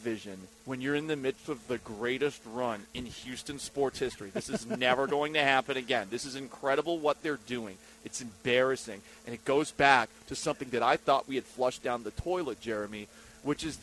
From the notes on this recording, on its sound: LIVE from Circa Casino and Resort in Las Vegas!